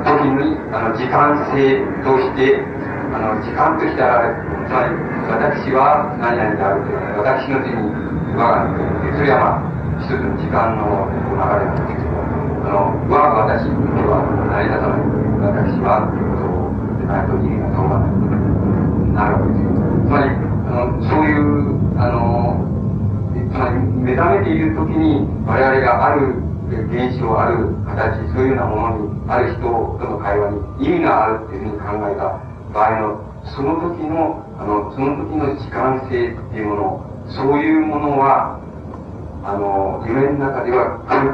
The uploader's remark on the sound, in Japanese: 主催：山王教育研究所 場所：山王会館（国電大森駅ビル4階）。山王教育研究所が主催する 「山王サイコセラピーセミナー」 の講演。周辺のノイズが入っており、 音質はあまりよくない。